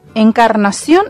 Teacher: Encarnación es aguda, sí, porque lleva acento en la última sílaba